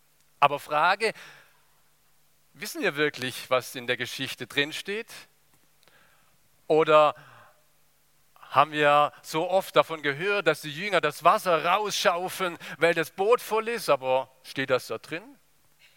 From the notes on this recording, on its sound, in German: aus dem Gottesdienst der Liebenzeller Mission